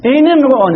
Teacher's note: لذا هنا ماذا نحن نجري على الأصل، وهو إذا التقى الساكن حرك بالكسر، ونقول إن امرؤن النون نعطيها كسرة